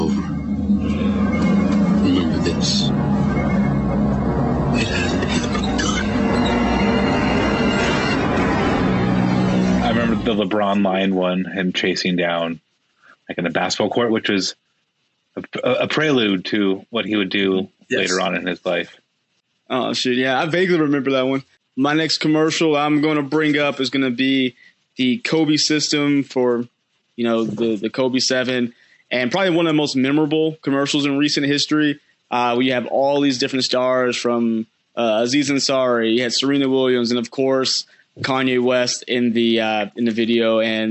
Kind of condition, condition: link, video call